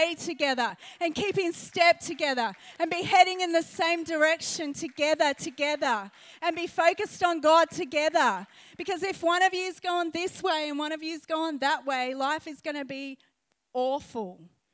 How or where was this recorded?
live audience